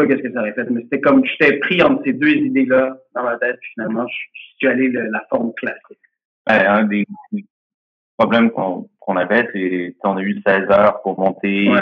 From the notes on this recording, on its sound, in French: Cette conversation vous transporte en 1992 avec sa qualité sonore douteuse.